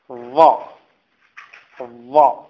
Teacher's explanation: أما الظاء فإنها تخرج من منتهى طرف اللسان، منتهى طرف اللسان مع طرف الثنايا العليا.